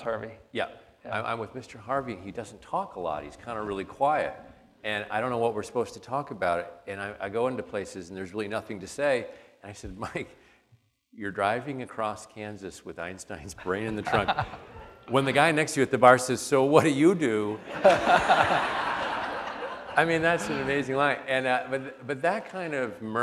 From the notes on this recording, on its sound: on the stage of the Traverse City Opera House